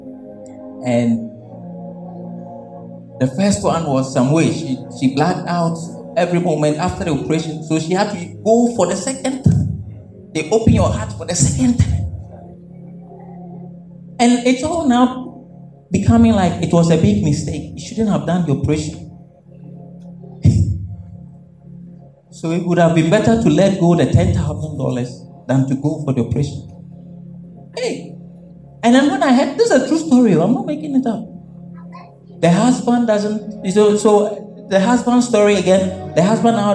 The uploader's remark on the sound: This message was preached at the May 2022 edition of the Things of The Spirit Service.